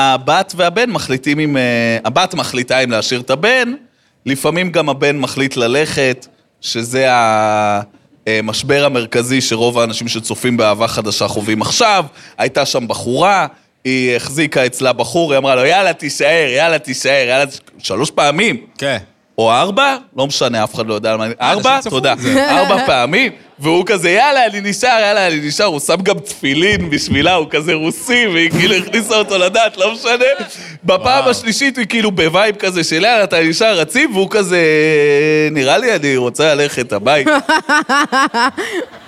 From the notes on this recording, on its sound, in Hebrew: פודקאסט לייב. בבר וספר בתל אביב.